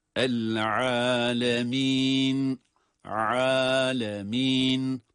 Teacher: ayın harfi ince olması itibariyle ayını uzatan elif de ince olarak okunmalıdır